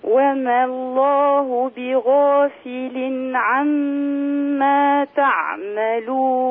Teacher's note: على طول أختي الكريمة وما الله على طول كيف يعني لا تمدي الألف لا تقولي وما الله وما الله الألف تسقط من اللفظ لالتقاء الساكنين